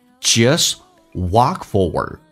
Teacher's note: Just t 去掉，walk 的 k 也去掉，这叫略音